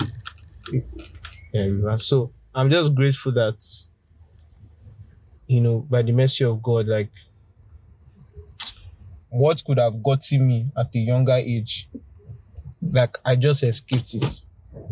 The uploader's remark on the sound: A Conversation in the Car